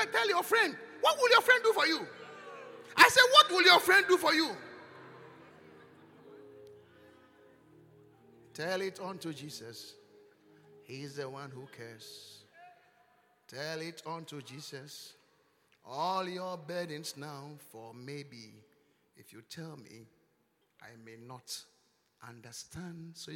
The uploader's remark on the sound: Encounter Service. Preached at the Qodesh.